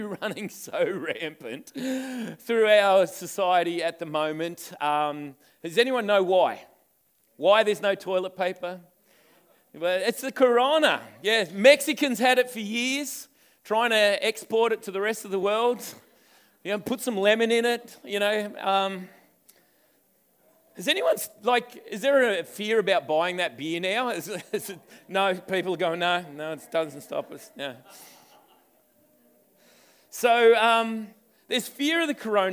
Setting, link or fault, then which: setting, live audience